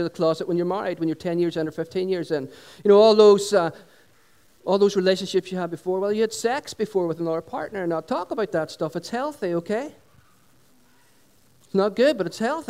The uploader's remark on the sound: Recorded on 26th June 2016 at our Sunday Celebration held at Dungannon Integrated College.